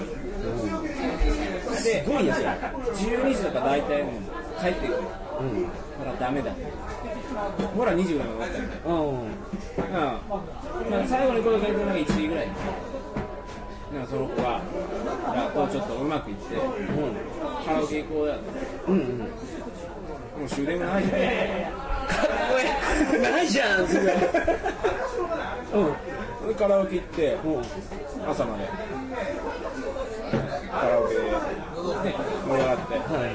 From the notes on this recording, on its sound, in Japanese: 新橋の居酒屋で録りました。新橋の居酒屋はとてもやかましい。